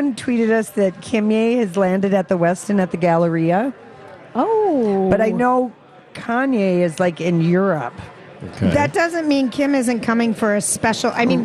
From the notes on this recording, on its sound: Live at the AC Hotel!